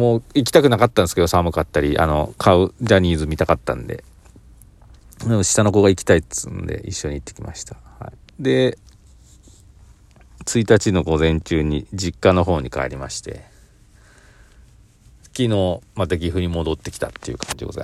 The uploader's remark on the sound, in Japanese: コインランドリーの駐車場で収録しました。